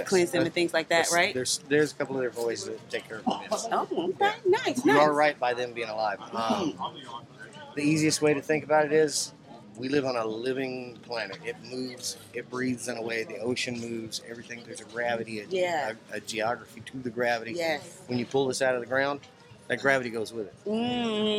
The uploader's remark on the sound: It wouldn't be authentic Venice Beach if you wasn't caught off guard by an interesting person or two. Live at Venice Beach.